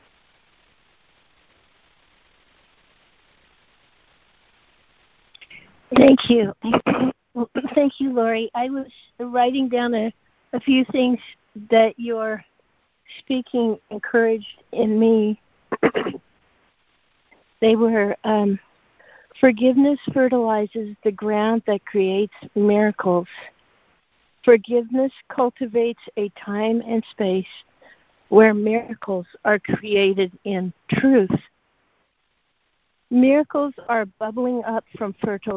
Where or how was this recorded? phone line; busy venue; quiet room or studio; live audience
phone line